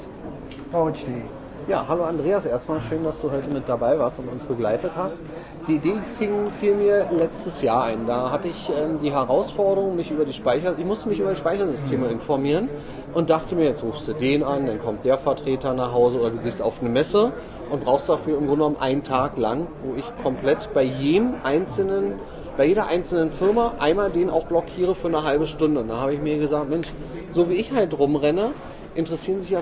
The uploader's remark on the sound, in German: StorageDay in Berlin einige Stimmen vom Veranstalter und von den Referenten aufgenommen